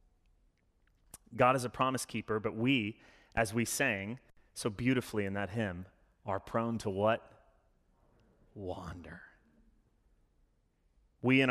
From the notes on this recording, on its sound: Sermon delivered Sunday, October 17, 2021. As an Anglican church, we follow a liturgy every Sunday which allows us to participate in worship together.